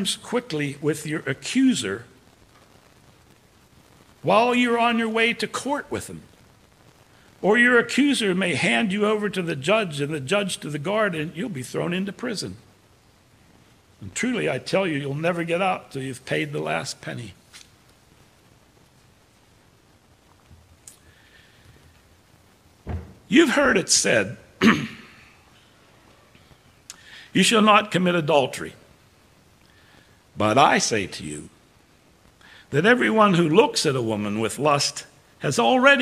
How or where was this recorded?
large echoing room